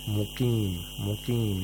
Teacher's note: the qaf has the lowest level of tafkhim because of the ya'ul mat.